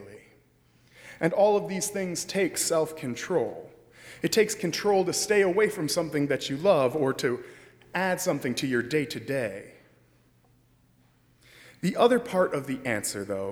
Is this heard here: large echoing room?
yes